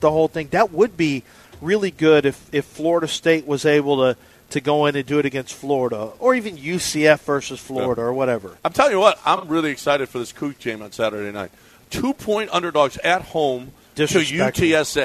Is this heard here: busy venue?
yes